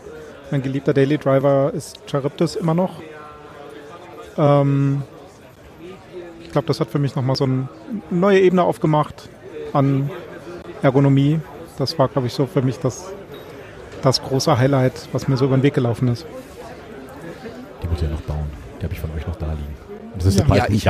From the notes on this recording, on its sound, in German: Late Night zu dreivirtel aus dem CCH in Hamburg live vom 37C3! Ist eure monatliche Live-Keyboard-Late-Night-Show.